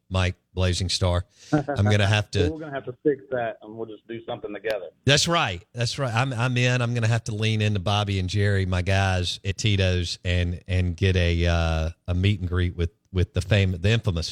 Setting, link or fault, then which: link, phone line